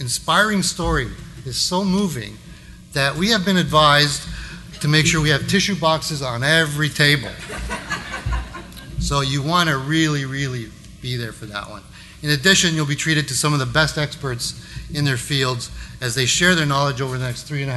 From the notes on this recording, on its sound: Live Broadcast at the The IPBC IGNITE Conference.